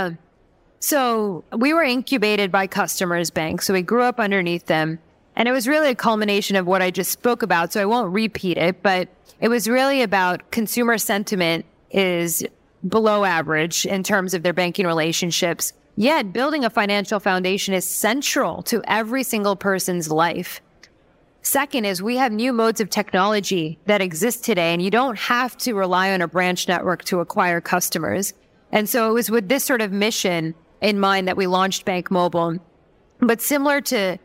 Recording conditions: busy venue